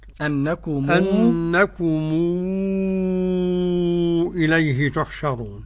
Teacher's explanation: قرأها ورش بالصلة على مد ست حركات